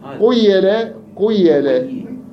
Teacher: هي تكسرها ولكن يشممها ضمة · Term: الإشمام